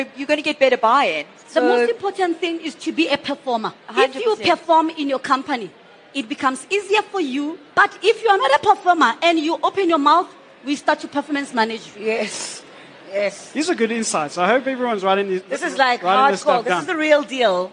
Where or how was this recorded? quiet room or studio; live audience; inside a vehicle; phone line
live audience